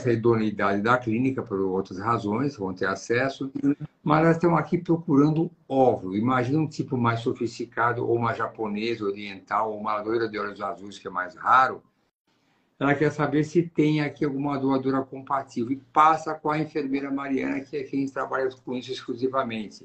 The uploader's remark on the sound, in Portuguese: Nesta Live realizada pelo Instagram